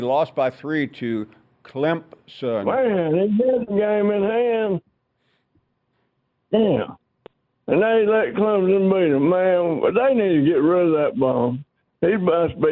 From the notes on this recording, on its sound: we continue with more of your phone calls